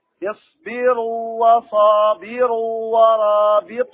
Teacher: الواو المادية لا تدغم لئلا يذهب حرف المد بالإدغام